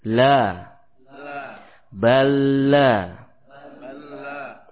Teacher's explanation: Tepi lidah bagian depan hingga ujungnya. Ya, hingga ujungnya. Menempel dengan gusi di atas gigi seri, taring dan gigi geraham muka. Ya, keluar padanya huruf lam.